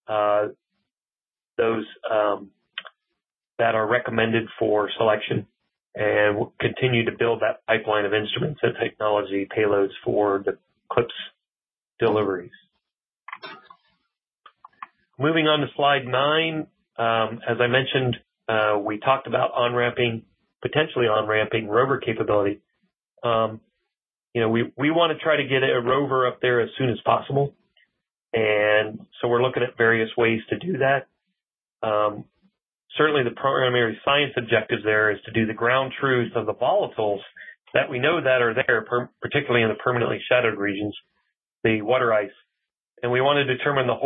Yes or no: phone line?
yes